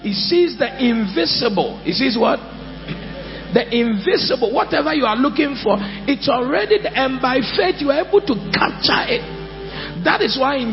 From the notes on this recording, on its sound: Preached at the He Gave Gifts Unto Men Conference (Day 2, Session 2) - The Makarios Cathedral, HQ